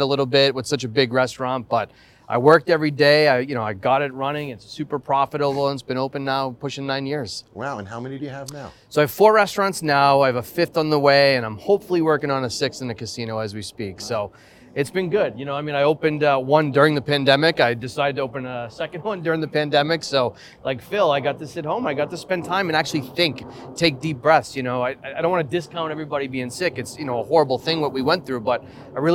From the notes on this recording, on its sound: Live On Set. On the set of season 8.